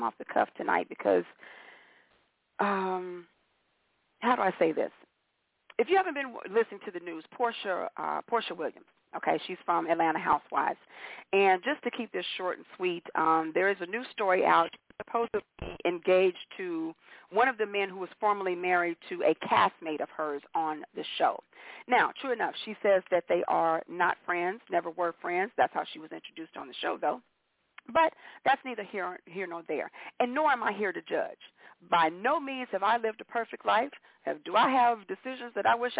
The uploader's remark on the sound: your phone calls